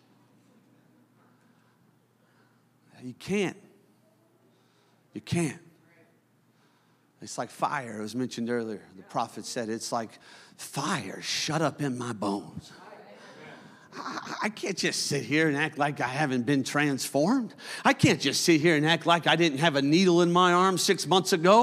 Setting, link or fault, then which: setting, large echoing room